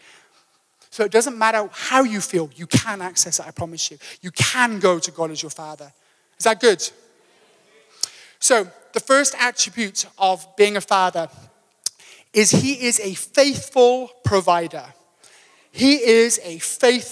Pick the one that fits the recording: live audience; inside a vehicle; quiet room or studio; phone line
live audience